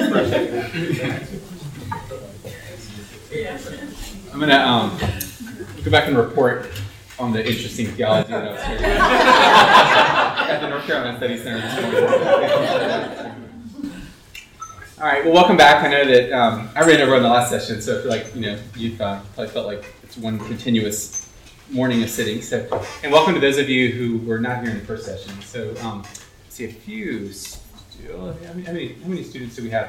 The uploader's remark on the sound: Parents Council 2019. It was a stimulating time of encouragement, insight and fellowship among Carolina parents. The first plenary address and audience discussion.